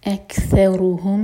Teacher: کیف پر ہمس ث یہاں پہ سین کی آواز نہ آئے